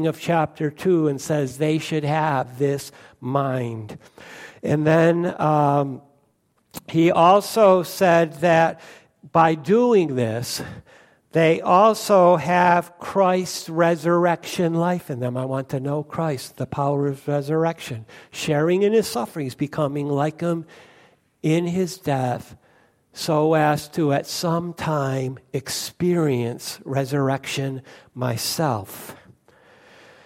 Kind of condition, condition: setting, large echoing room